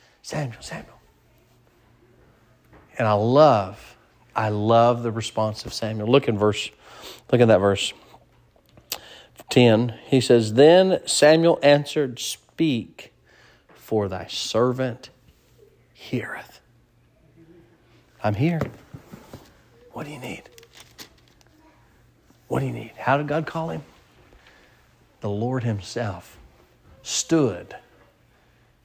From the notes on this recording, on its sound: Sermon preached at Mid County Baptist Church